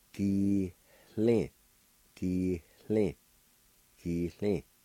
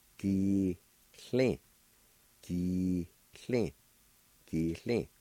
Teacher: the elders, long time ago, heard an H sound right between the G-I and L-I · Shown in: first take · like this.